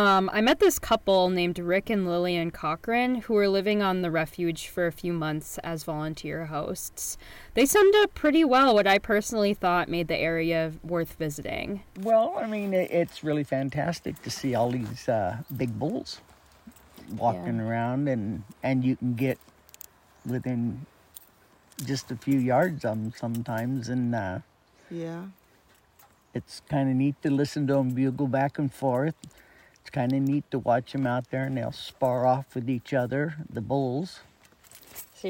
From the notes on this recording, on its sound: View Roosevelt elk and listen to them 'bugle' at Jewell Meadows refuge. Brings listeners to Jewell Meadows Wildlife Area to watch and listen to one of Oregon's most majestic animals — Roosevelt elk.